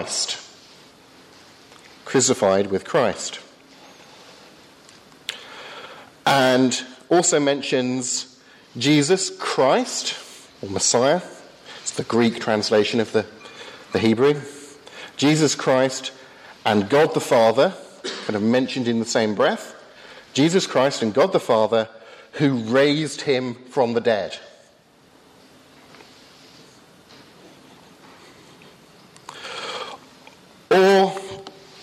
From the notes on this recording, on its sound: hosted by the Cardiff Insistute for Contemporary Christianity at Highfields Church Cardiff, Easter 2015.